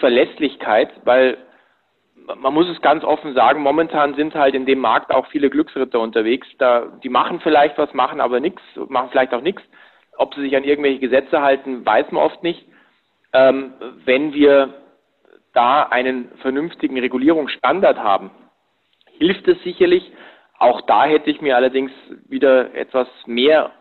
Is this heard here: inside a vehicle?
no